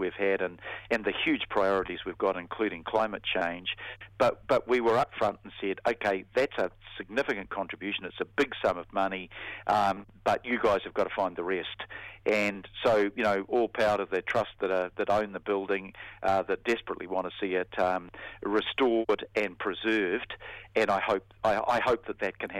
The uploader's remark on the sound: The Mayor phones up for his weekly chat